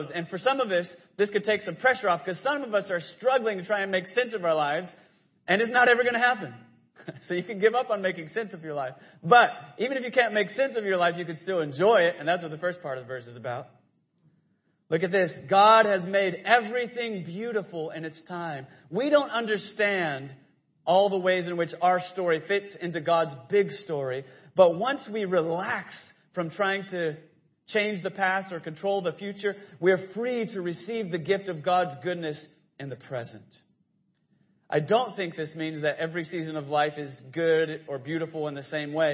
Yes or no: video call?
no